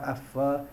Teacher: gigi atas dengan bibir bawah